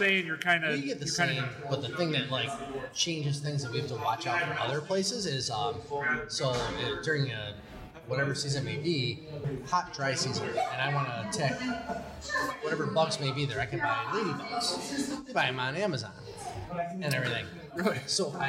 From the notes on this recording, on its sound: We head out to West Shore Brewing.